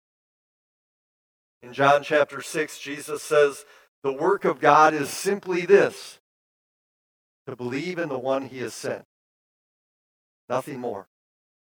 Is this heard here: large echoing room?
yes